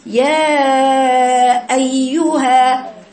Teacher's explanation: وبجيب الهمزه من مخرجها اللي هو اقصى الحلق